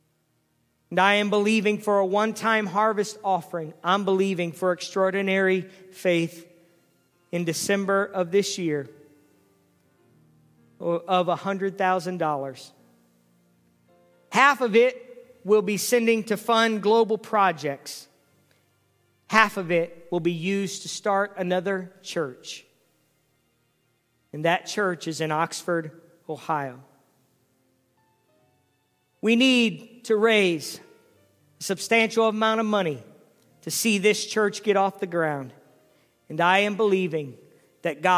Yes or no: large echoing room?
yes